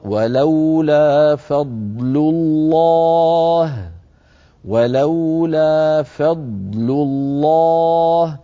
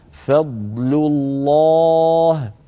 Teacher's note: ونخرج كل حرف من مخرجه مصحوبا بكامل صفاته، الفاء مرققة ف الضاد مفخمة مطبقة مستعلية ثم نعود إلى لام مرققة فضل لو، ثم ننتقل إلى لام مفخمة هي لام لفظ الجلالة